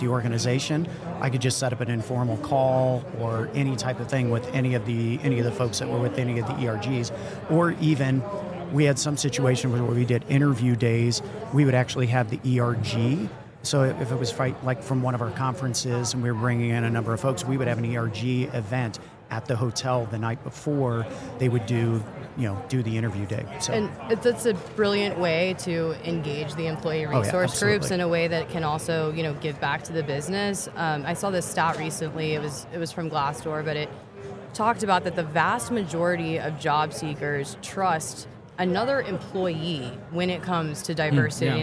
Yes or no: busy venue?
yes